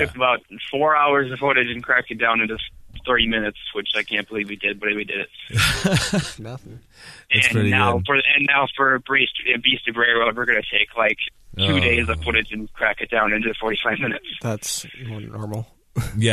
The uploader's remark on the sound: A phone call that he wasn't expecting. In studio again.